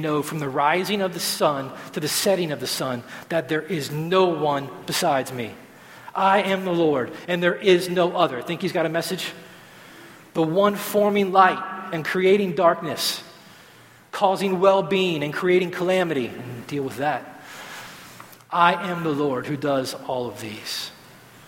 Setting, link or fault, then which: setting, large echoing room